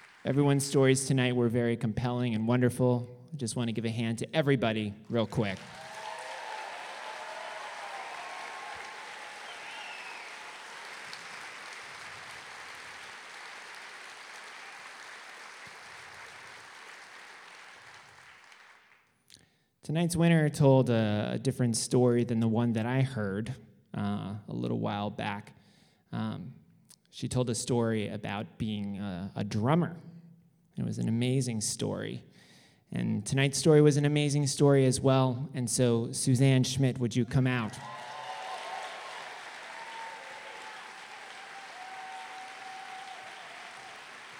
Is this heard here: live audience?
yes